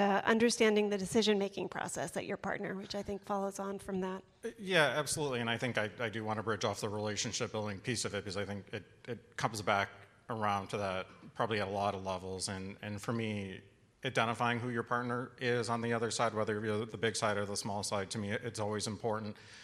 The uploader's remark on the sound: This session recorded at CMO Summit 2022.